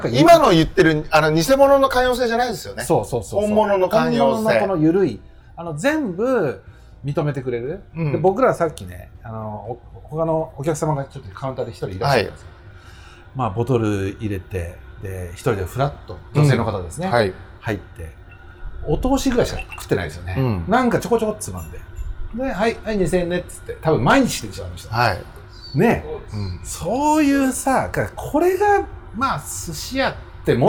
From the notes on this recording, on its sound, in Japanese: 収録終わりにサバナチームで寄った高田馬場駅と落合駅のちょうど間にある 【すし坊主】 。あまりにも素敵なお店だったので、その良さをみなさまに伝えるべく急遽マイクをオンにし収録スタート！